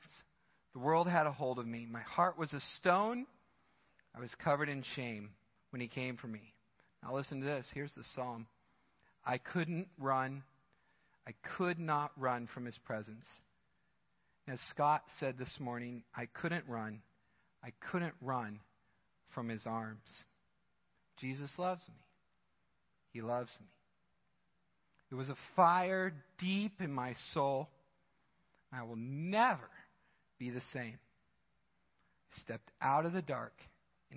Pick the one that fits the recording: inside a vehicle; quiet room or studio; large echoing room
large echoing room